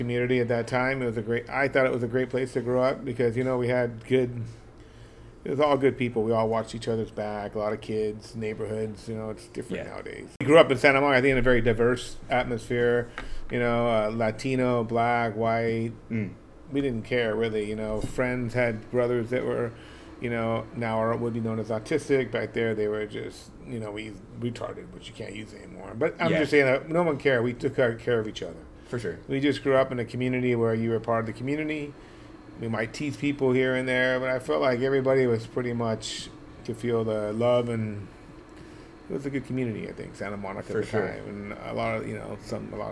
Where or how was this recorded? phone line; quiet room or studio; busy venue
busy venue